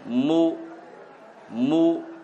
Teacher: الحرف المضموم التباعد مع انضمام للشفتين